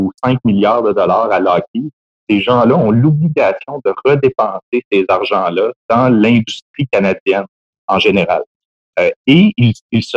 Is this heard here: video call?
yes